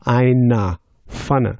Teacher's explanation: einer with ER at the end, sounding like A